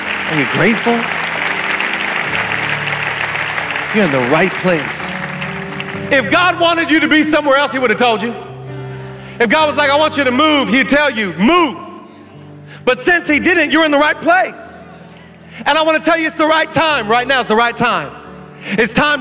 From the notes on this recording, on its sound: VOUSCon Sunday. Live from VOUSCon 2023.